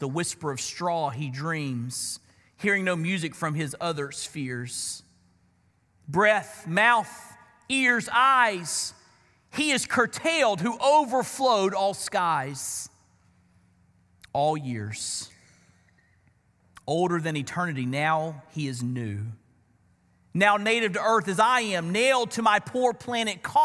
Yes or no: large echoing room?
yes